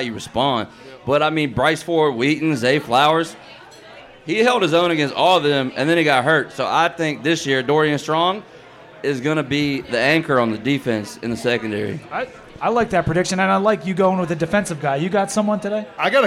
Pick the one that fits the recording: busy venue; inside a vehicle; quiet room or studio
busy venue